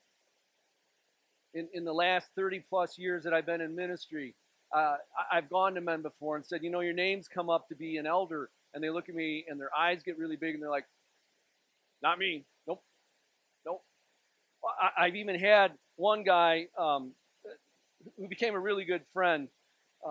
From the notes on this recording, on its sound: This sermon was delivered on January 28th, 2024 at Grace Church in Granger, Indiana.